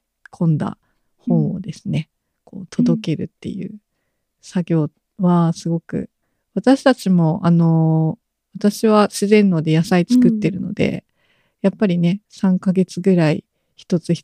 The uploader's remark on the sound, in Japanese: zoomと、手元の機材で録音したものを編集